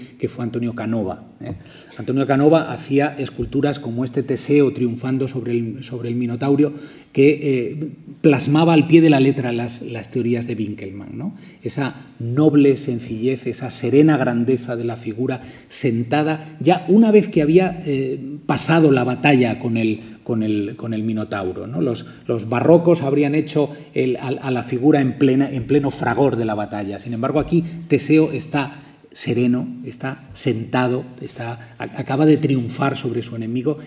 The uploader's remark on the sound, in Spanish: En la segunda conferencia de este ciclo. Museo Nacional del Prado.